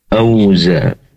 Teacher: waw sukun didahului oleh fathah tentunya lain, dibaca lunak au